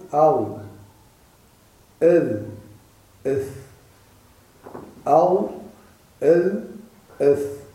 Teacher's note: تخرج من طرف اللسان مع أطراف الثنايا العليا